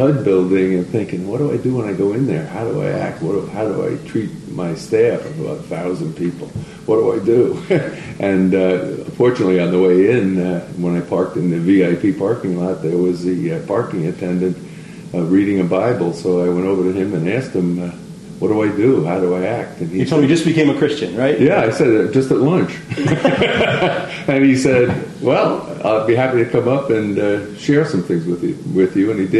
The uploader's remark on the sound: We apologize for the bad audio. A taping error leaves it sounding like it was recorded in an airplane hanger.